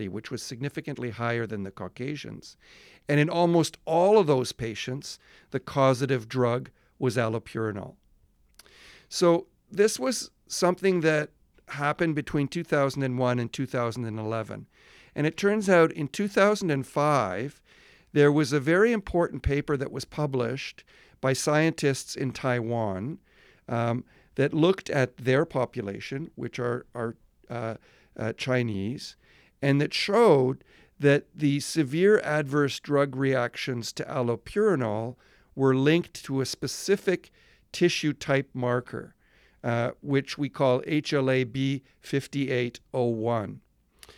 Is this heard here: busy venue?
no